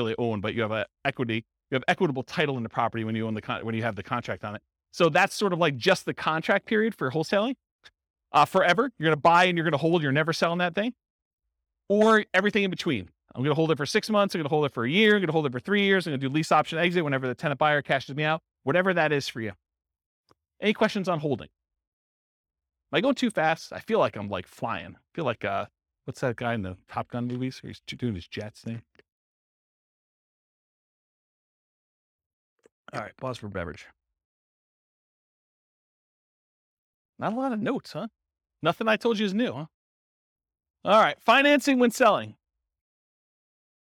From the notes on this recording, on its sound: Real estate entrepreneurs in Sterling Heights, Michigan. This was a live class recorded.